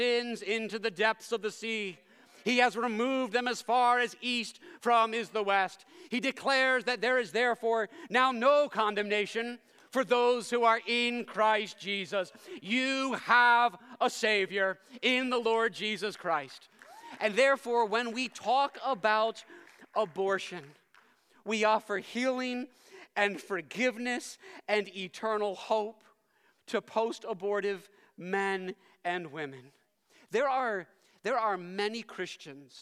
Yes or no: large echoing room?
yes